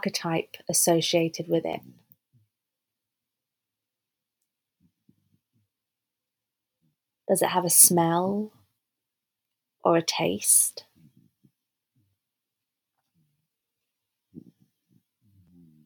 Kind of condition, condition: fault, sounds in the background